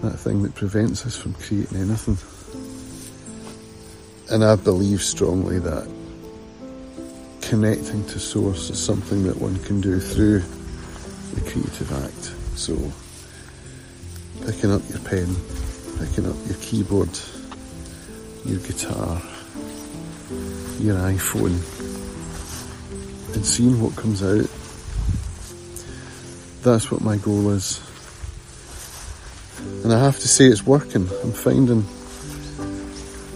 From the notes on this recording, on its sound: I recorded this in the field of gold when I was out walking Clover this morning.